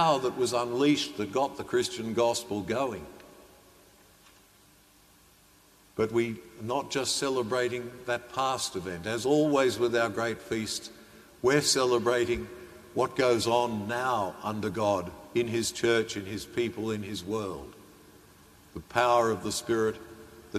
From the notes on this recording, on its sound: During the live-streamed 9.30 am Mass from (an all-but-empty) Sacred Heart Cathedral, Hamilton.